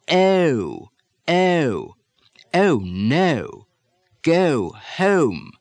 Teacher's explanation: the O begins with the tongue further forward and produces an ah segment at the beginning of the sound. · Term: three-stage oh